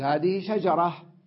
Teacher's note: كاتبة لما أصلها بما بعدها تلفظ تاء، ولما أقف عليه تلفظ هاء. تمام، وكذا شجرة، هذه شجرة كذا، لما أقف عليه يقول هذه شجرة.